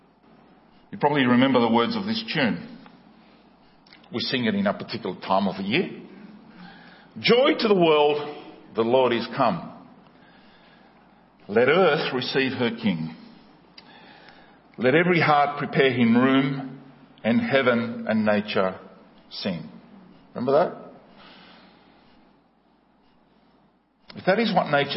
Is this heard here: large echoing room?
yes